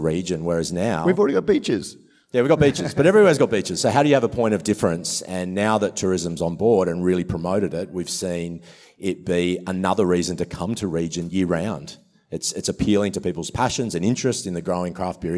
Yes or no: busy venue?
yes